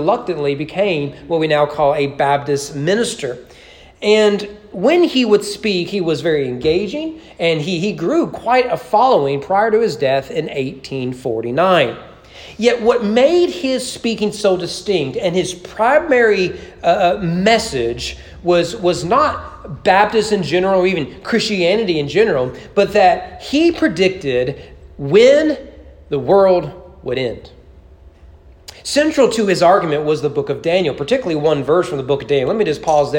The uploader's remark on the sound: Sermon preached at East Frankfort Baptist Church on May 23, 2021 during evening worship.